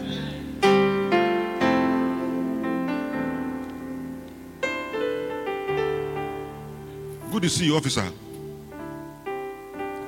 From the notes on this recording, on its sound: Preached at the Rose of Sharon Cathedral , Catch the Anointing Centre, LA - Acccra